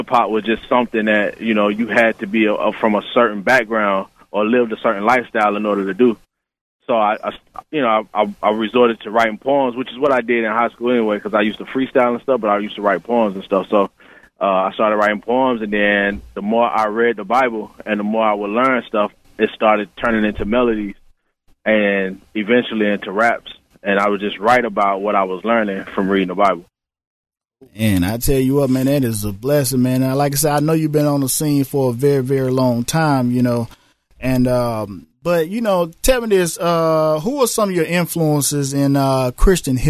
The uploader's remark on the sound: phone interview